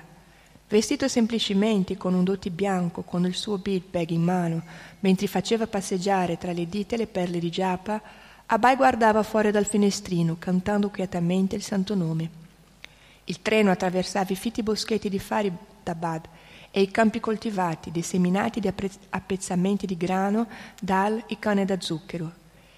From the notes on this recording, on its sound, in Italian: in diretta dal Tempio di Villa Vrindavana